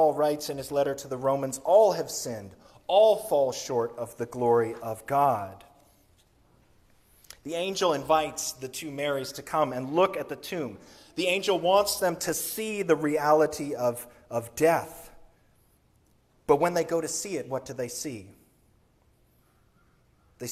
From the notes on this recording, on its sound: Sermon recorded on Easter Sunday, April 9, 2023.